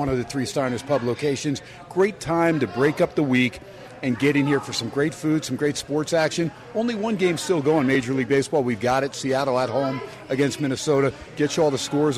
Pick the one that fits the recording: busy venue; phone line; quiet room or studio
busy venue